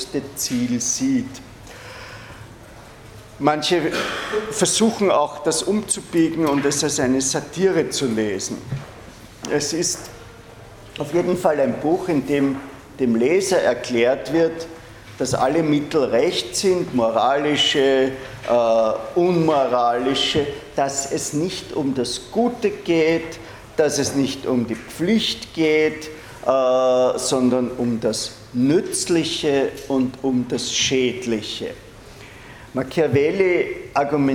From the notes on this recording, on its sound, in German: Diese Vorlesung wurde von Studierenden aufgenommen